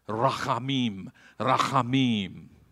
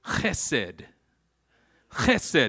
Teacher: Now you need to go spit, I know, because that ha, ha. In Hebrew, there are these, what they call gutturals, where you got to say it with the back of your throat.